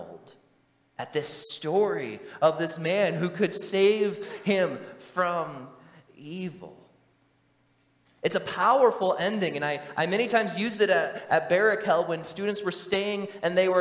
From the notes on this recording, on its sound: during the Morning Worship Service on Sunday, November 26, 2023, at Calvary Baptist Church in Battle Creek, Michigan